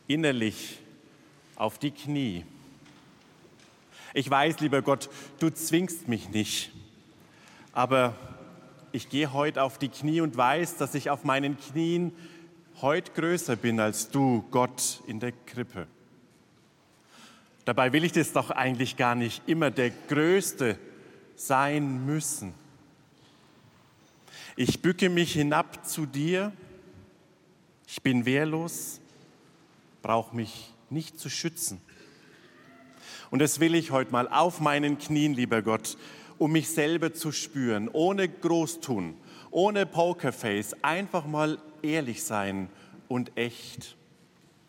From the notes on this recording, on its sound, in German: Evangelischer Gottesdienst aus der St. Matthäus Kirche in München. Live-Gottesdienst-Übertragung.